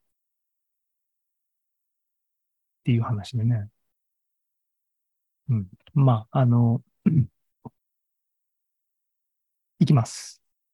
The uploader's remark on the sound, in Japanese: ２０２３年４月２６日に開催した ZOOMライブの模様です。